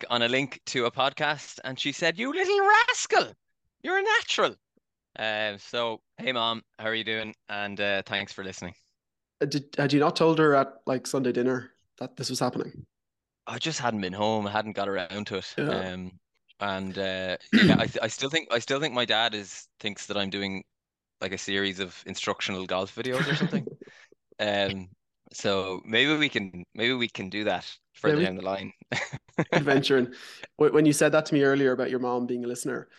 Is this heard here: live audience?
no